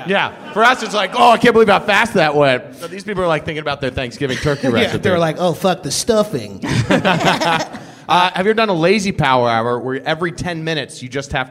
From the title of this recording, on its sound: Power Hour LIVE at UCB Sunset